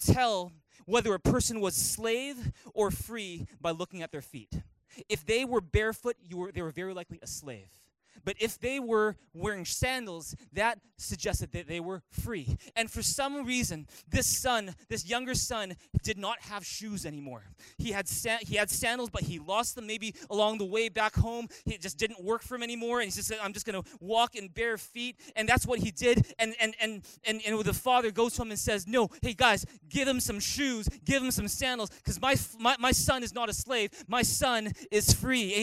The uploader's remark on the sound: Recorded on March 17, 2019 at THRIVE Church Vancouver, Canada